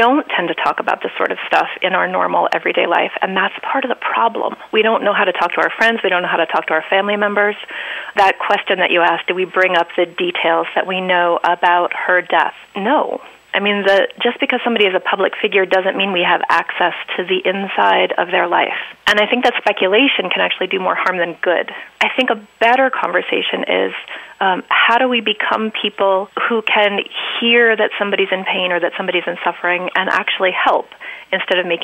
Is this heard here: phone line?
yes